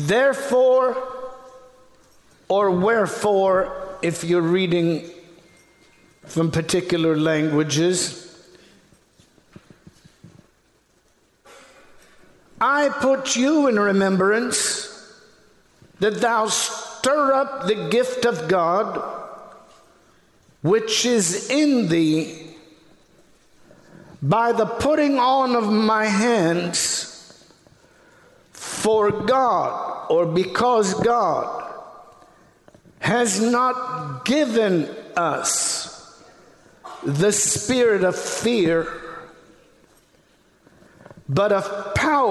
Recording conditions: large echoing room